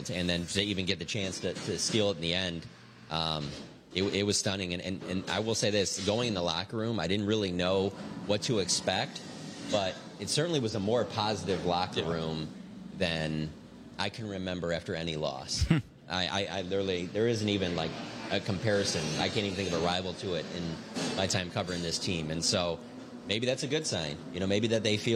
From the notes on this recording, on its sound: The Talkin' Cowboys crew takes the podcast on the road - live from the new Black Rifle Coffee Shop in Frisco, TX.